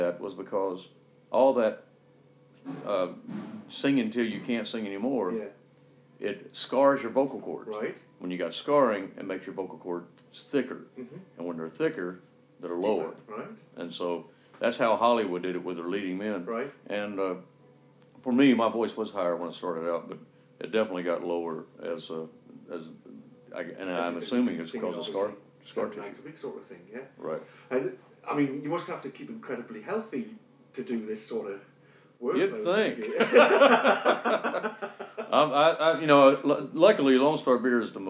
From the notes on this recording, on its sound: interviewed prior to his performance at The Cluny